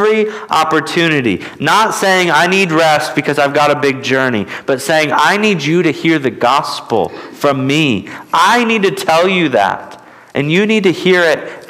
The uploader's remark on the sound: at Immanuel Baptist Church in Newton, KS